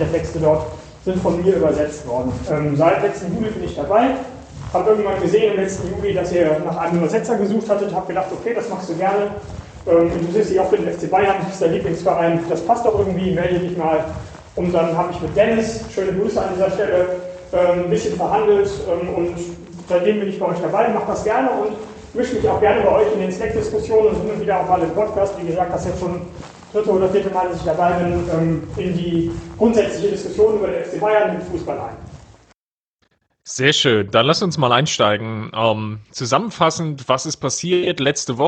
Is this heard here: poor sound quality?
yes